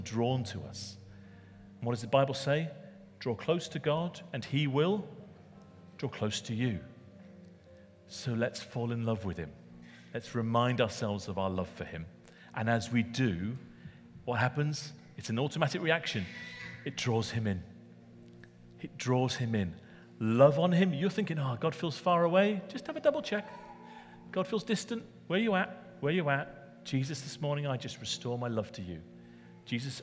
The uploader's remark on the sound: Recorded at Middlesbrough Community Church.